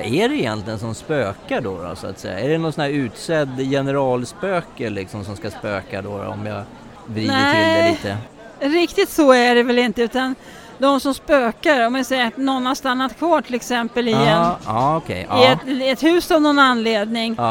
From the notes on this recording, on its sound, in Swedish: Vi sänder Live från Harmoni Expo under hösten 2023.